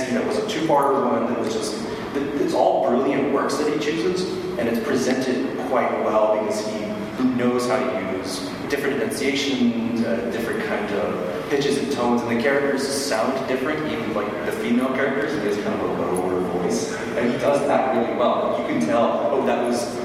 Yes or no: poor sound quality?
yes